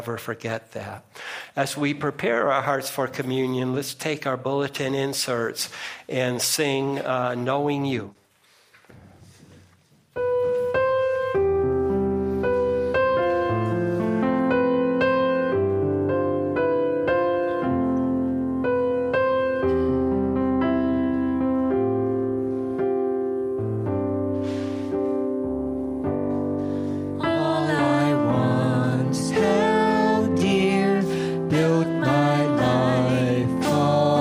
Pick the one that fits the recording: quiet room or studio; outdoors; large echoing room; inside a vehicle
large echoing room